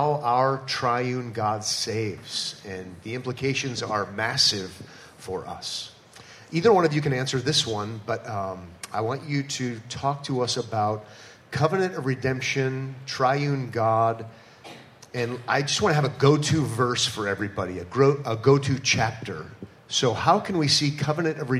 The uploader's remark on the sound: a live Q&A session